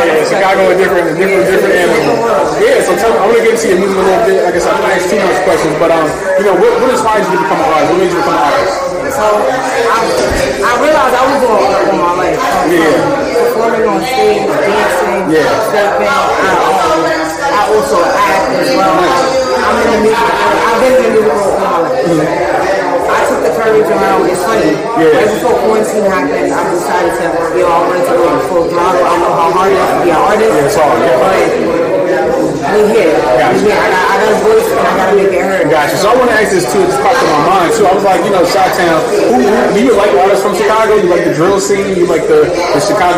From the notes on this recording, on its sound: live at the Hood Media NYC’s Media Day Mayhem